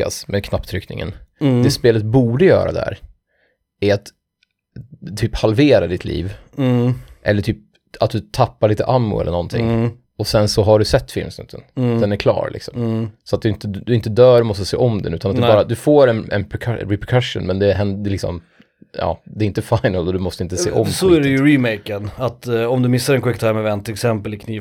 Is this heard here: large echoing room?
no